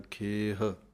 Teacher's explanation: ਖੱਖੇ ਦੀ ਲਾਂ ਲੰਮੀ ਬੋਲਣੀ ਹੈ ਅਤੇ ਹਾਹਾ ਮੁਕਤਾ ਬੋਲਣਾ ਹੈ